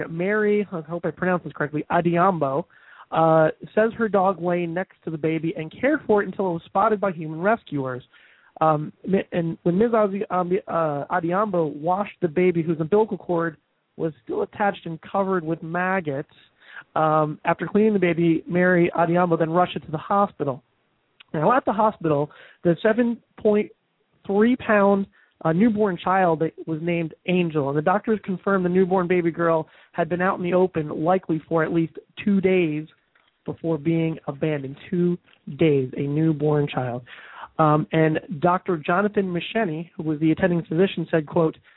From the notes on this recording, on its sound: takes your calls live